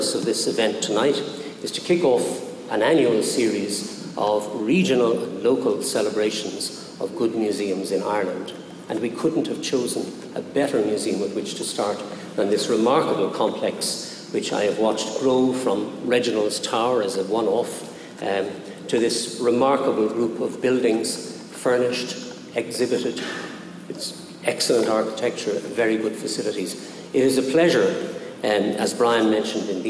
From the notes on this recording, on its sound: Public Lecture. Venue: Medieval Museum, Cathedral Square, Viking Triangle, Waterford.